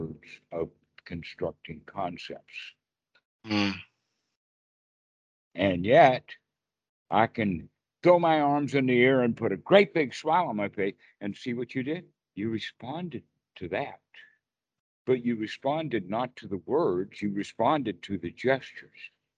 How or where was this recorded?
video call